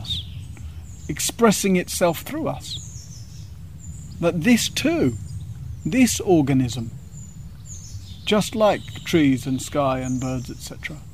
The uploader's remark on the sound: (Gaia House) This talk was given on the Summer solstice, and the teachings were held outside under the large Plane tree in the Gaia House gardens.